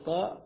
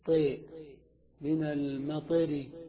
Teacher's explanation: فيجوز لك في فتحة الطاء الإمالة، بدل ما تقول طاء تقول طي من المطر · Shown in: second take · وصلا ووقفا، سواء وصلت أو وقفت تمين.